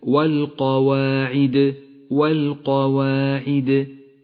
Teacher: لاحظ حرف القاف، إنه حرف استعلاء مفخم، جاء بعده حرف الواو والألف والعين والدال وكلها حروف مرققة، فلا تجعل الترقيق يطغى على التفخيم أو العكس، اقرأ هكذا والقواعد من النساء.